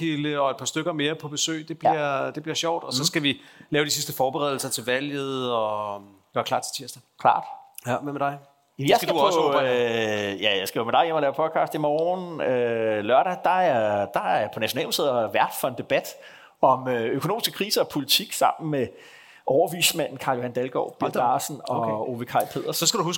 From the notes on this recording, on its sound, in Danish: Taget til Aarhus og laver #dkpol live fra Centralværkstedet.